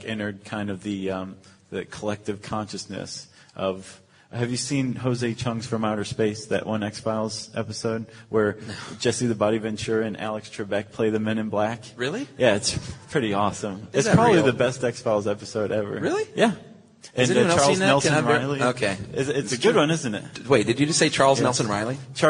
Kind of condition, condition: setting, live audience